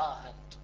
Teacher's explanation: سهل مع الإدخال يعني مع إدخال ألف